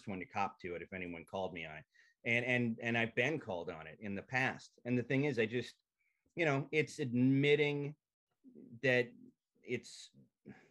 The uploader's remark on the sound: I sit down and zoom it out